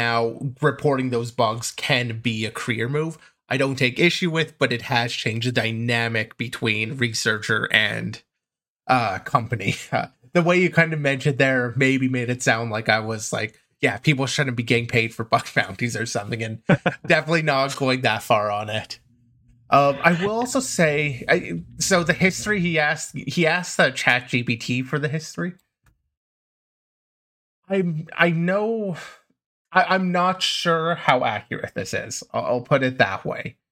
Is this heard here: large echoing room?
no